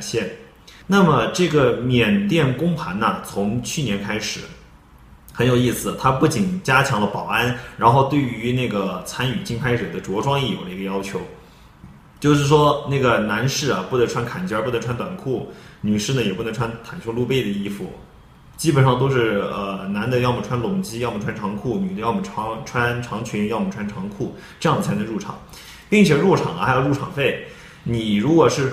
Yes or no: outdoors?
no